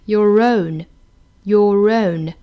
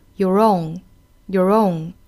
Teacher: 那英音里面呢是要加一个小小的 r 的音 · Shown in: first take